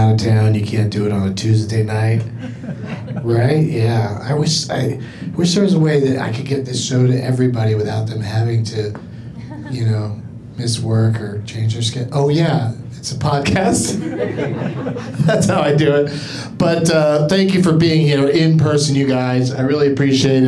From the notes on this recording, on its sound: Live from Flappers in Burbank